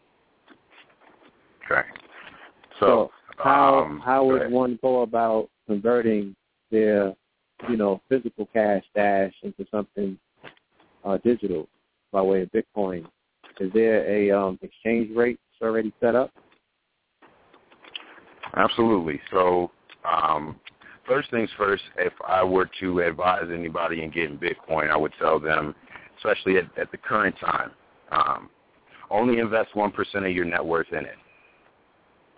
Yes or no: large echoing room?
no